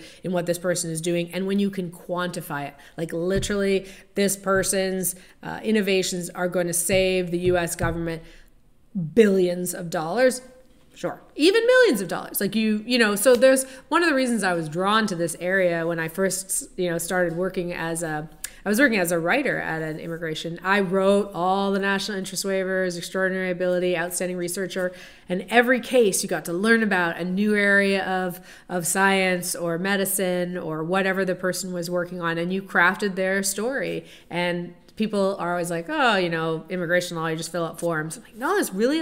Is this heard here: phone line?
no